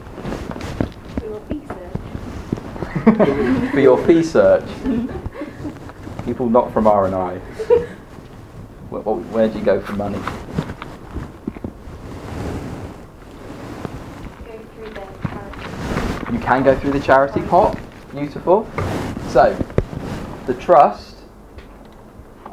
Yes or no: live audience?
yes